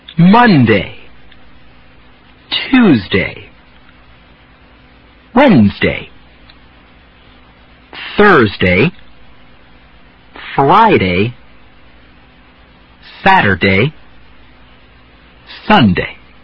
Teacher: step down in pitch between the beginning and the end of each word · Term: pitch pattern